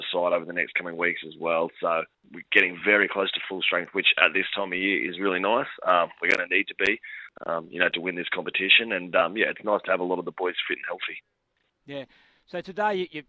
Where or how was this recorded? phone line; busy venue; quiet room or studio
phone line